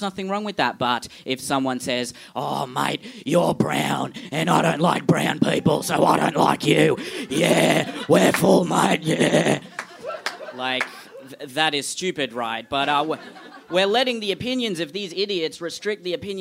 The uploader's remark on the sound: A Rational Fear At Sydney Fringe. Live from the Sydney Fringe Festival.